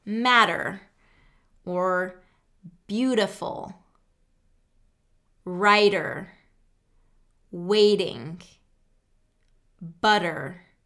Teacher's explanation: But basically what it is, it's a reduction that has happened for native English speakers, where when there's a T in a word and it's surrounded by vowels, then instead of having a t t t pronunciation, we get a voiced d d d pronunciation · Term: flapped T